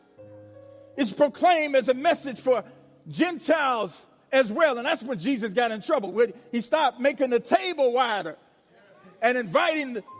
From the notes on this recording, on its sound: Episode 34 is the live recording of his sermon "Stand Up With the Good News"at the North Central Jurisdictional Conference in Ft Wayne, Indiana.